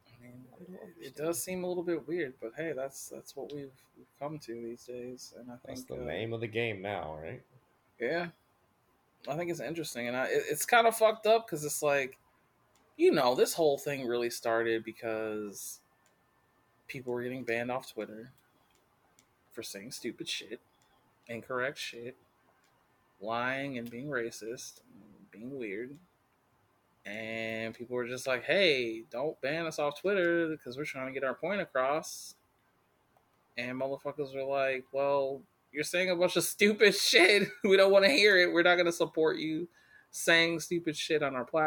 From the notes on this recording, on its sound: the microphone issue is still there